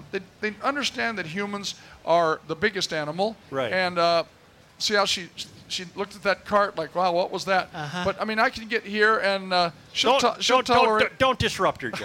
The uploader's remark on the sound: Day 3 from the MN State Fair!!